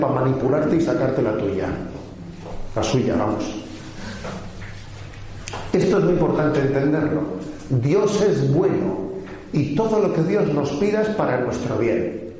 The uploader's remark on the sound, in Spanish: Es una charla-catequesis grabada en Salvatierra el 5 de julio de 2016 en el campamento de niños y adolescentes (de 12, 13, 14 años) del MEJ (Movimiento Eucarístico Juvenil).